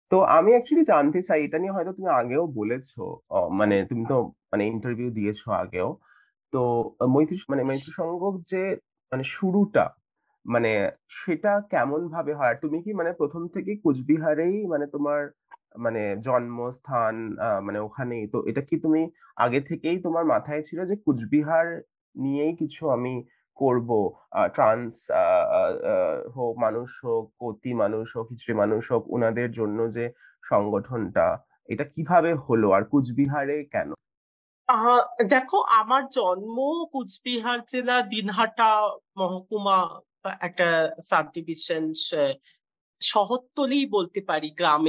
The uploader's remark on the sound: I am in Iowa City now. Like most of my podcast interviews, this is being done virtually via Zoom.